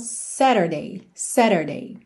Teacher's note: se você optar por uma pronúncia mais americana, você vai fazer o rarara nesse T